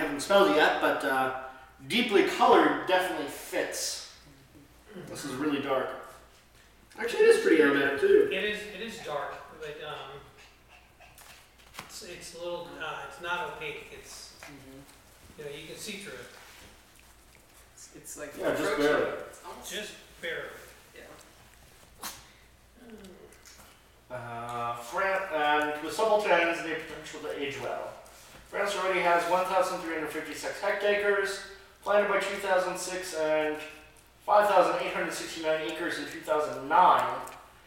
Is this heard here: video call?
no